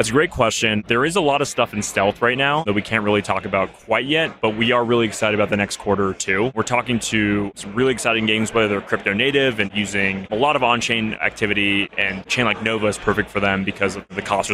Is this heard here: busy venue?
yes